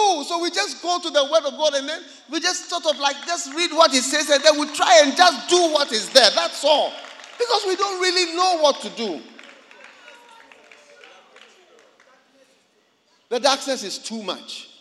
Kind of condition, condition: setting, large echoing room